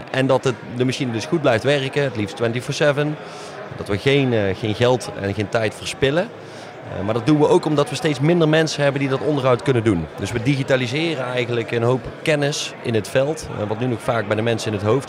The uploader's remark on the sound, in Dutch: Breda Startup night. Live.